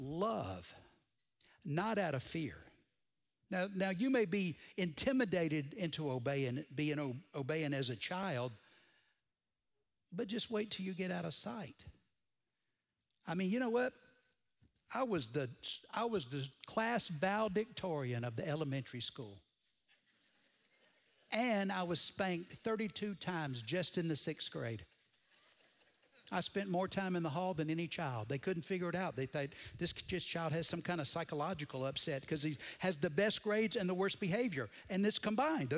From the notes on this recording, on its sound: Recorded Live at Brookwood Church